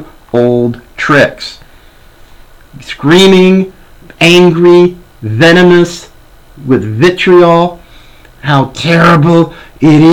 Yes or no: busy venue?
no